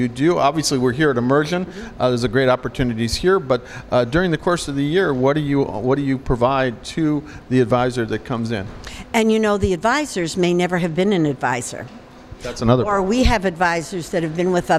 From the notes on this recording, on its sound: at this month’s Embark Immersion conference at the NIZUC Resort and Spa in Cancun